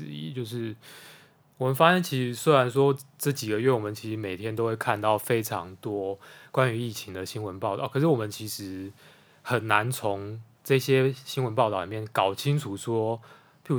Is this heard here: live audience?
no